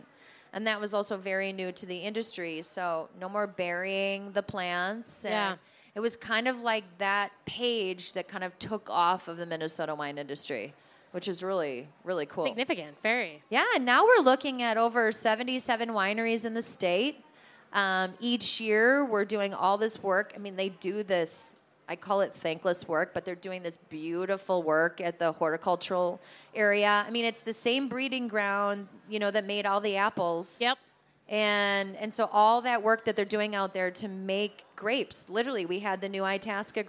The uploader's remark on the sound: Second Helpings: Talking Wine Live from the KSTP Stage at the Minnesota State Fair.